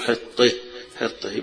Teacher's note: للكسائي وهي الغير الأشهر، وكذلك لحمزة يقول حطه حطه، هنا أيضا بالإمالة يقولوا فيها إمالة الهاء